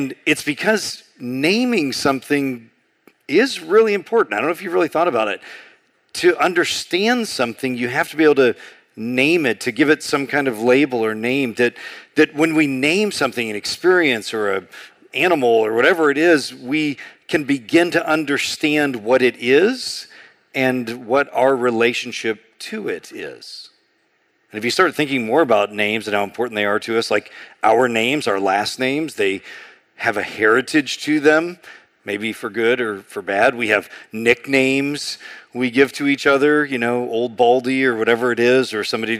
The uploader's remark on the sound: A sermon on Exodus 3:1-14 preached in June 2023 at Sojourn East